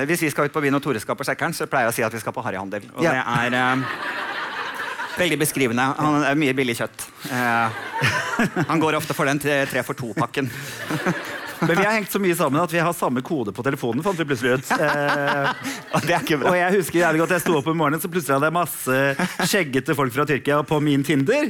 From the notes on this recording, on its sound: Live fra Oslo Podfest